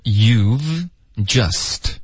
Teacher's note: 这个 just 的 t 的音呢我们就彻底的省略